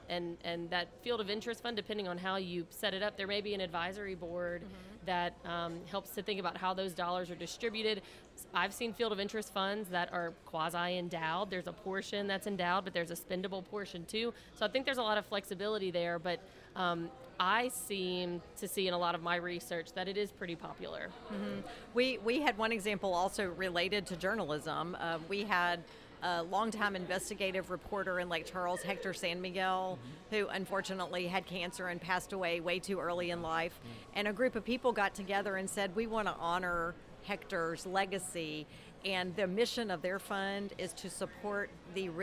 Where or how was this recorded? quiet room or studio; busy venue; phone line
busy venue